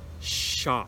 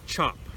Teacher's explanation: we're not going to continuously blow the air. We're going to hold that air in and make it pressurized in back of your teeth, okay? And then you're gonna let it out at once.